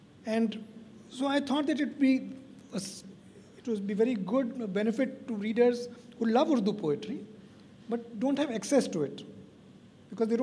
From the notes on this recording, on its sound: This is a live session from Jaipur Lit Fest 2022.